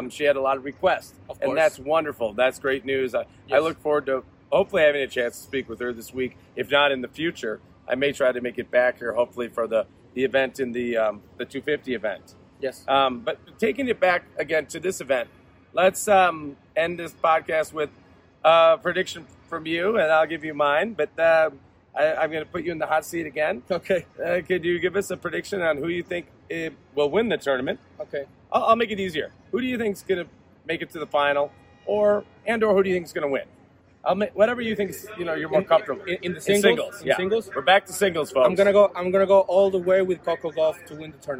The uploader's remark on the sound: Live from WTA Guadalajara 2022